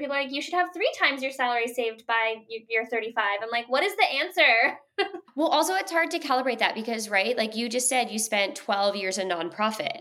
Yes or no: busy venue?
no